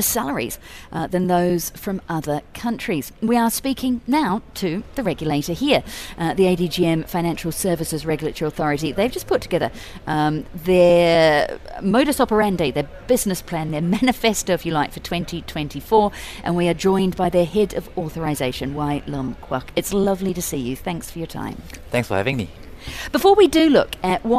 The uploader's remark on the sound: We’re on the road again this week - day 2 broadcasting LIVE from the Abu Dhabi Finance Week.